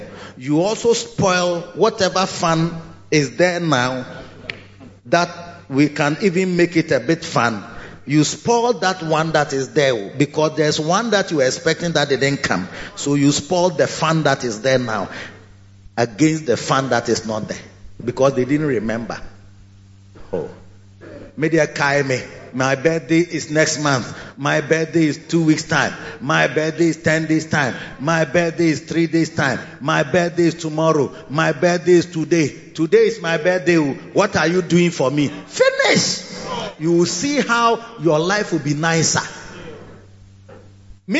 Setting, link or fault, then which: setting, large echoing room